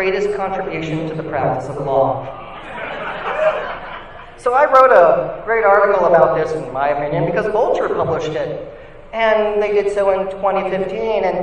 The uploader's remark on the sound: Recorded live at Nerd Nite East Bay.